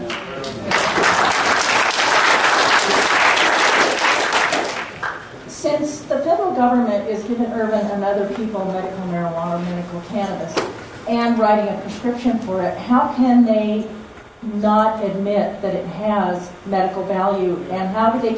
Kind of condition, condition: setting, busy venue